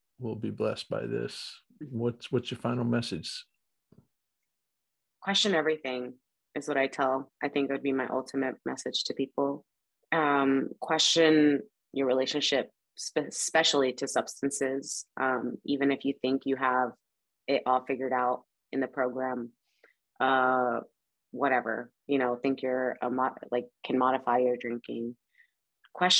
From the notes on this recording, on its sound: In Raleigh, NC & Ensenada, MX on Zoom.